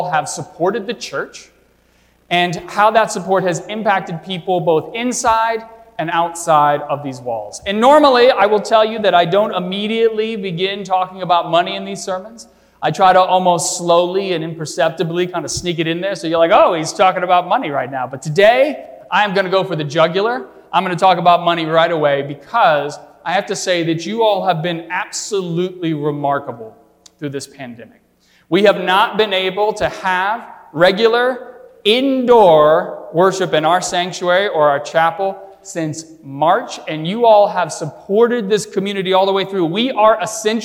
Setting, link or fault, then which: setting, large echoing room